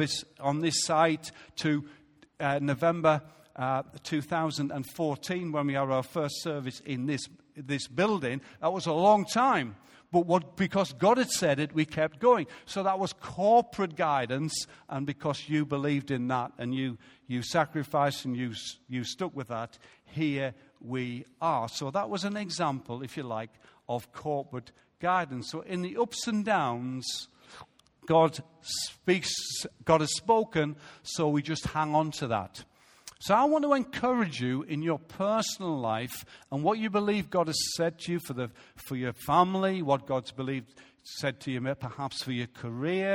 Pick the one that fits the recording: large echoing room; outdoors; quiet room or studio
large echoing room